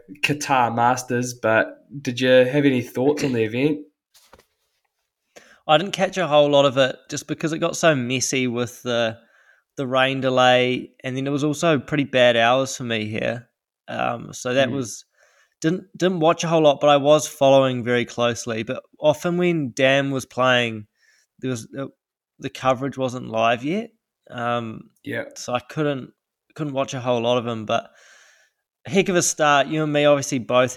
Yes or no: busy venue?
no